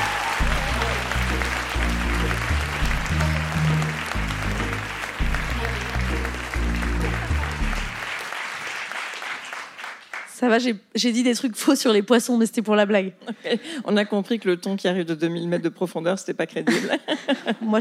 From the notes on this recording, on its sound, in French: Captation réalisée au théâtre de l'Européen.